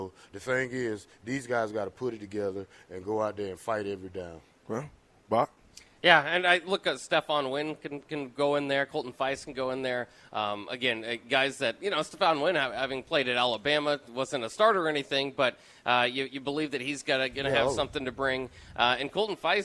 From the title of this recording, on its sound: LIVE from Wingstop